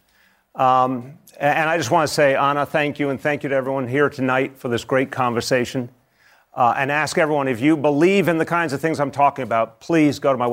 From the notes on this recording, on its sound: During a live town hall. In New York.